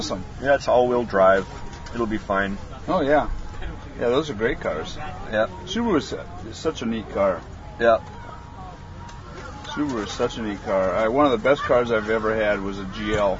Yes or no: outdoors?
yes